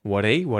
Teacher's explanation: We're saying he there with the H deletion, so we don't pronounce the H.